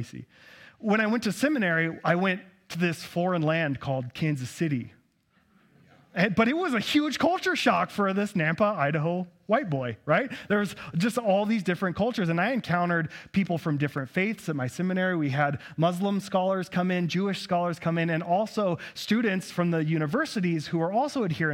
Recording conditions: large echoing room